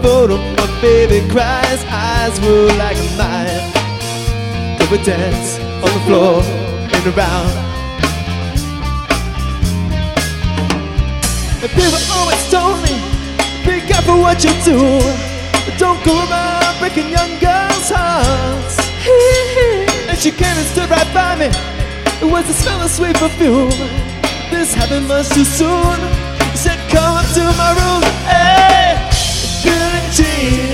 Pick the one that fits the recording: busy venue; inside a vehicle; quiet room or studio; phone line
busy venue